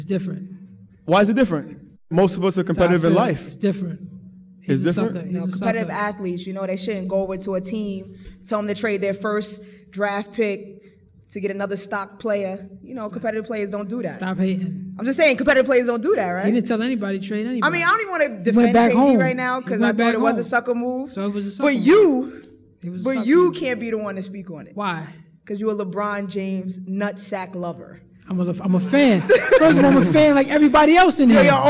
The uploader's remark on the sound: Live Show at BXLIVE. Recorded at bxlive.